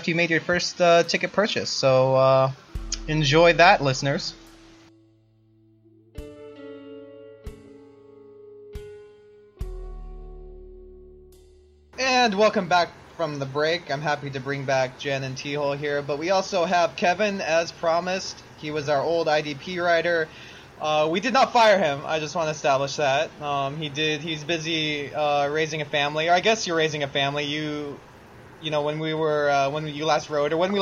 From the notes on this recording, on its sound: The random snap, crackle, pops that occur. The sound of my voice, which makes it seem we recorded this pod in a small empty closet.